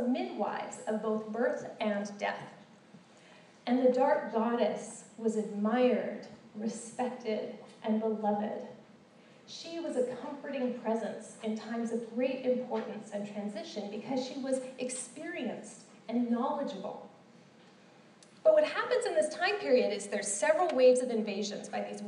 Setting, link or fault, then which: setting, live audience